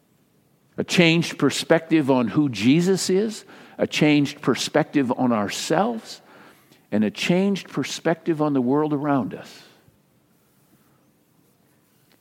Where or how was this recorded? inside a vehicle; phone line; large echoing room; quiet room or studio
large echoing room